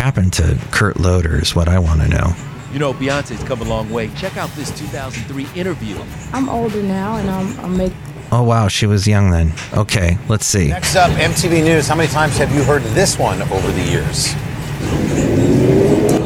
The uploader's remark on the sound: podcasts live from Café Anyway